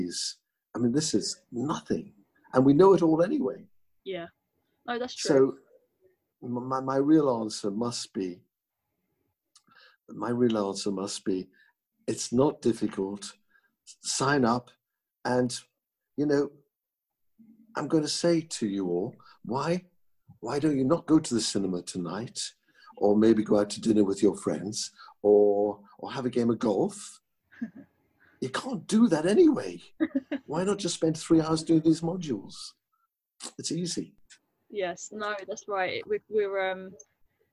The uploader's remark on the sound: This podcast was recorded via Zoom